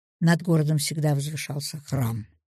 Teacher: ударение на новом настолько важно, что после него все остальные слова соединяются в нечто целое, подвешиваются, цепляясь за главное слово.